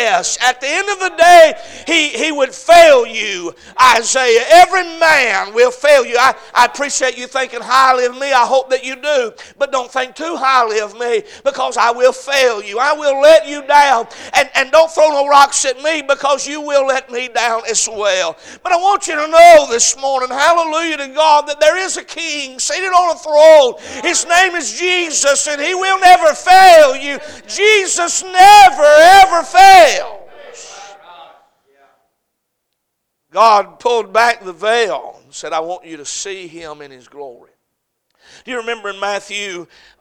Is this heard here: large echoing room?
yes